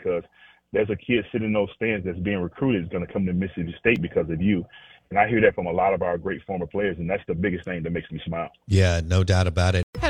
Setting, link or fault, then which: link, phone line